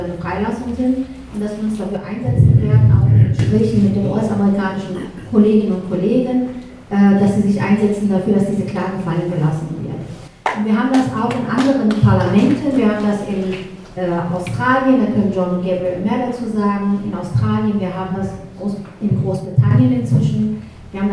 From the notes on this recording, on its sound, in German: Mitschnitte der Diskussions- und Solidaritätsveranstaltung in der "Mai-Galerie" der Tageszeitung "Junge Welt"